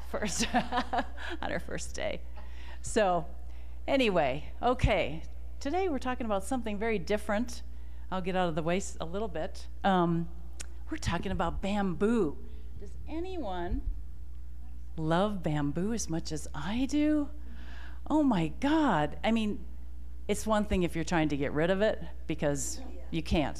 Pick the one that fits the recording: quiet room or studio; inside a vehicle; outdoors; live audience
live audience